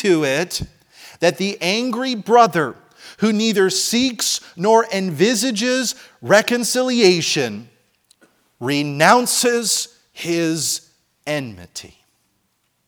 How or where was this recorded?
large echoing room